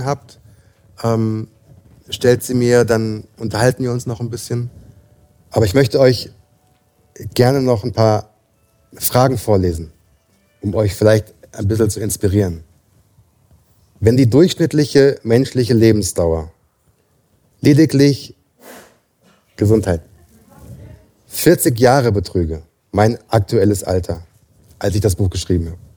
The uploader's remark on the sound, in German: Live vom „carpe diem LebensWEISE-Retreat. In diesem Spezial-Podcast vom „carpe diem LebensWEISE“-Retreat im Tiroler Bio- und Wellnessresort Stanglwirt. Vor Publikum.